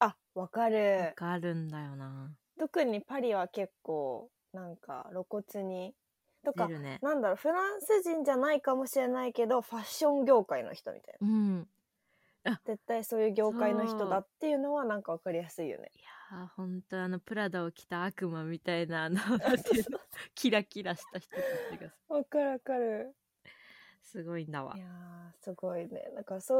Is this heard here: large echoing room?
no